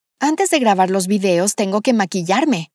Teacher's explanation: Ela faz som de V em gravar, que se escreve com B, e faz som de B em videos, que se escreve com V.